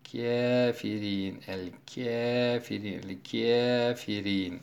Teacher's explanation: Kisai Duri rivayetine göre hem eliflamsız hem de eliflamlı kafirin kelimelerinde imale yapar. Kafirin, el kafirin, el kafirin şeklinde okur.